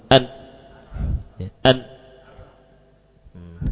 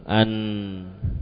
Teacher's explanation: Antara lidah dengan pangkal hidung. An, ya, suara akan mengalir melewati pangkal hidung · Shown in: second take · Term: gunah